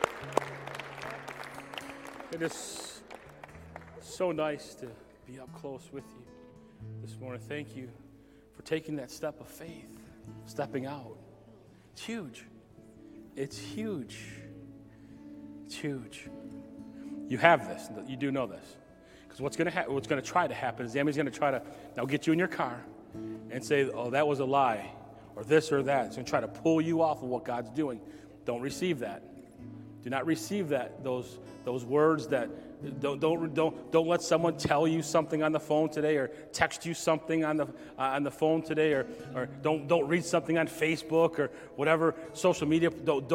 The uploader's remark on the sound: Recorded at Southtowns Christian Center Feb 27, 2022.